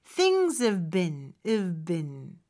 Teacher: 앞에 V 발음보다 뒤에 B 발음이 더 강력하게 나거든요. 그럴 때는 V 발음이 잘 안 들릴 수도 있습니다. Things have been 이렇게 나는 거죠.